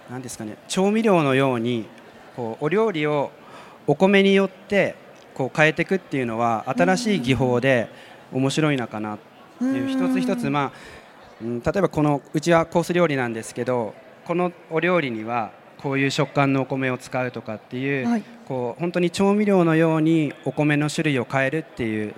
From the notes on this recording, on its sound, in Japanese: CRAFT SAKE WEEK 2023 at ROPPONGI HILLSにて公開収録。